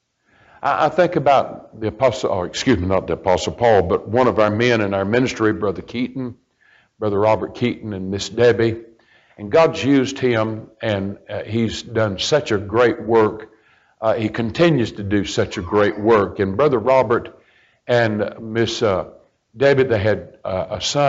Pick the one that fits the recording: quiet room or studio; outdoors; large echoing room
large echoing room